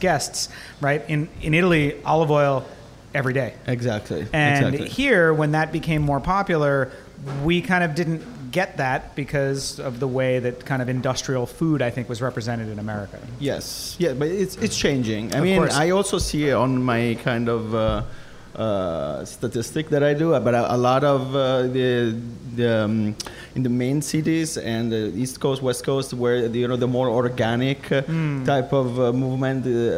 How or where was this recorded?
busy venue